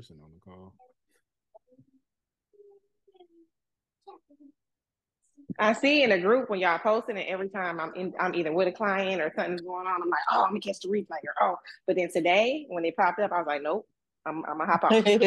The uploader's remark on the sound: Private Coaching Call Q&A